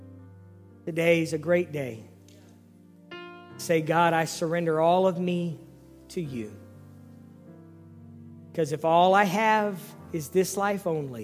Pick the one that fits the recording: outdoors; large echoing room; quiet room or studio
large echoing room